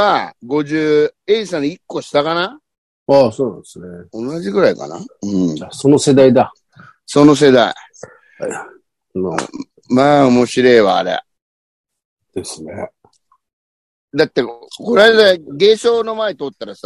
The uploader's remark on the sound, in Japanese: ZOOMで収録